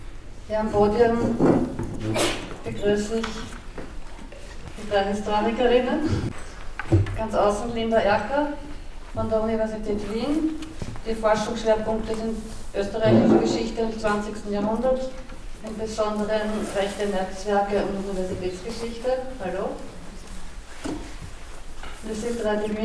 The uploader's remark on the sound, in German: Dies ist ein Mitschnitt der abschließenden Podiumsdiskussion „Das lange Echo der Dollfuß-Kanonen“.